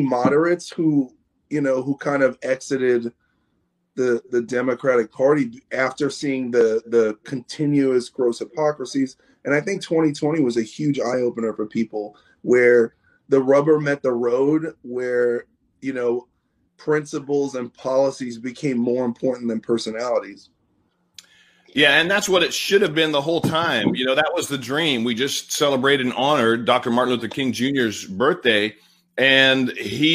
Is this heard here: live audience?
no